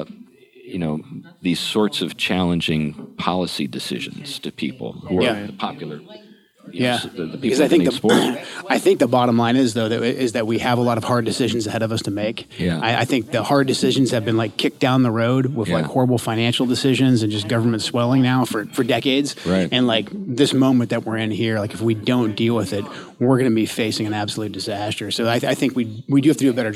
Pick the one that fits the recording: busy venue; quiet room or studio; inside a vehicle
busy venue